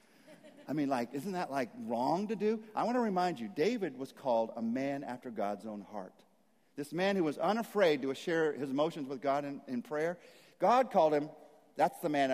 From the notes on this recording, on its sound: message at Saddleback Church